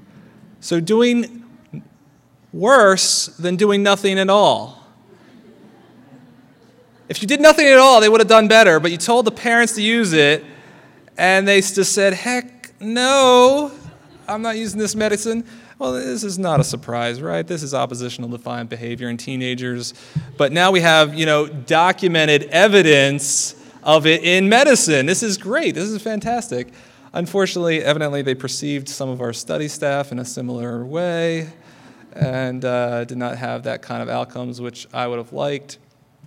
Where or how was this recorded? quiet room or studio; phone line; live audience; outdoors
live audience